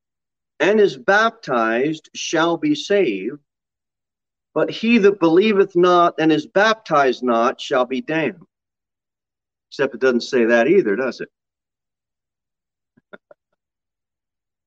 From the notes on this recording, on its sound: Sermon delivered at Pilgrim Baptist Church on Thursday, July 21, 2022 at 6:15 pm. Jere Whitson Rd.